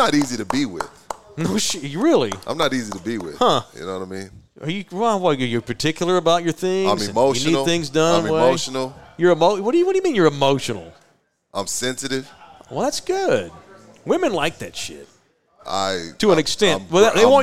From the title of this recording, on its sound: Live at Texas Cheer Liquor